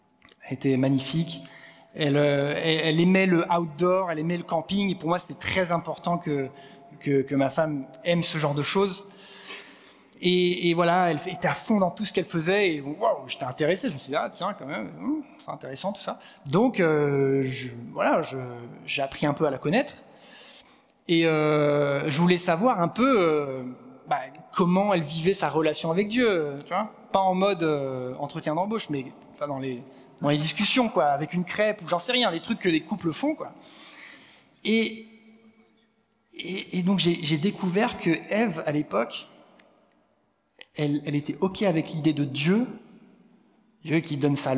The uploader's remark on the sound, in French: Enregistré à l'église CVV, le 06/11/2022